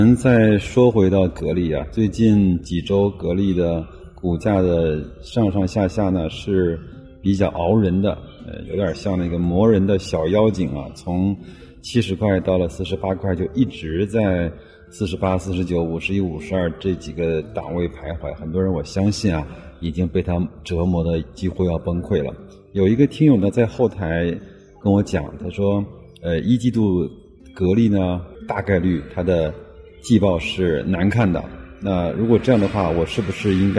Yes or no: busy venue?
yes